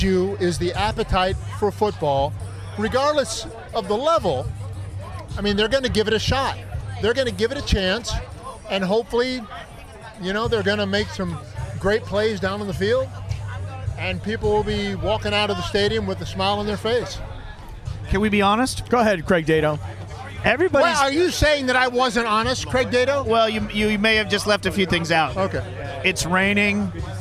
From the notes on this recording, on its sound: took his recording equipment to the Swoopin D tailgate and talked to everyone who stopped by the first ever Fleet game